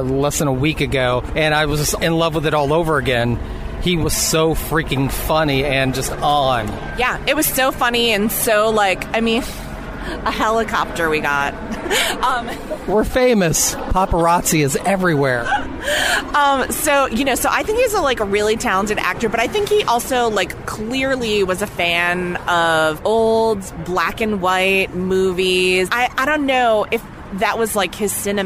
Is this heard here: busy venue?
yes